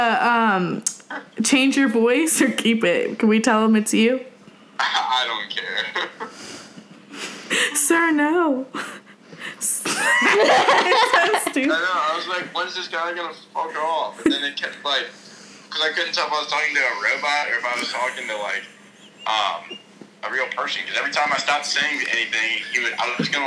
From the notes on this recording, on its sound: Good ole fashion prank phone calls on a cold, rainy day.